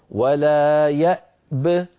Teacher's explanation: فإن وقفنا نسكن الباء ونقول ولا يأب، أعيد ولا يأب، فنسكن الهمزة ونسكن الباء مع قلقلتها هكذا ولا يأب، ولنحذر من قلقلة الهمزة التي قبل الباء، يعني ما يقول الواحد ولا يأب يأ هذه قلقلة، والهمزة لا تقلقل، حروف القلقلة كما درسناها قلقلة قطب جد كما مر معنا في الأبيات.